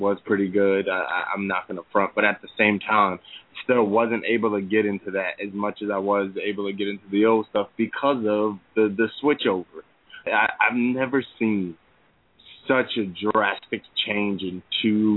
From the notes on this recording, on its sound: Our hosts and live callers